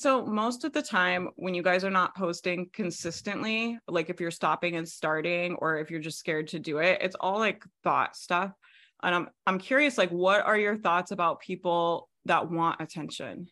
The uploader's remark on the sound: Zoom Coaching Call Replay. I am sharing a replay of zoom coaching call from my training series called REIGNITE.